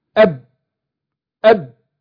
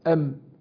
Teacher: لأن عايز أجيب الباء والميم بتخرجان بانطباق الشفتين، أقول أم أب، لكن لما أجي أقول أم هنا في انطباق أهو الشفتين، لو قلت أب الباء أمكن من الميم في الضم، أقول أب أب، لكن ميم أب أم، لكن الباء أب، فهنا إيه أمكن في الضم الشفتين في الإطباق الشفتين على بعض.